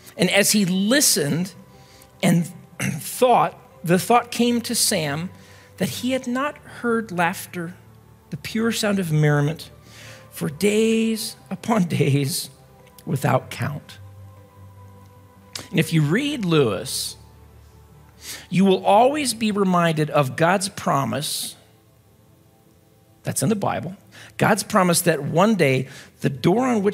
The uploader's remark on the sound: at Timberline Church